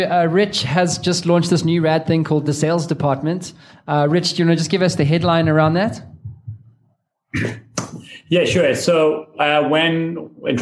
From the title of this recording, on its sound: Secrets of Scale LIVE SHOW